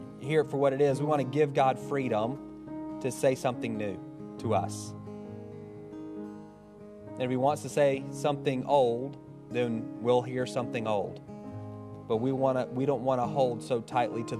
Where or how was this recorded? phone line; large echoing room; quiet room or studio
large echoing room